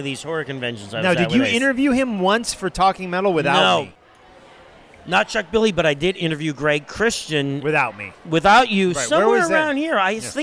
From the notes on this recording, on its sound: This interview was recorded at Heavy Montreal.